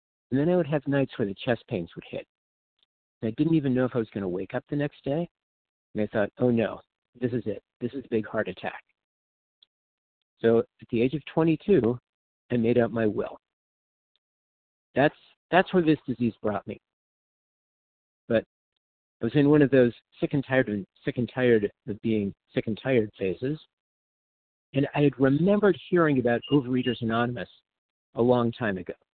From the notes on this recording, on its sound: from the 100 Pounders Phone Meeting, 10/6/23.